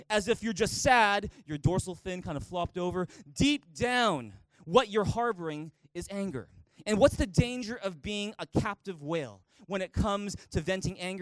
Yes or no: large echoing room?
yes